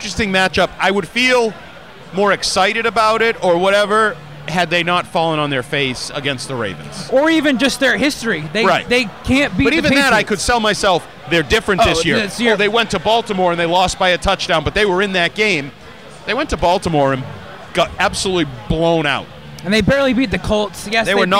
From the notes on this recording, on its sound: Live from Lord Hobo Brewing in Woburn.